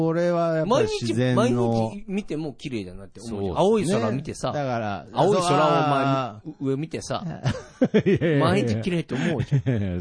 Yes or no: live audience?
no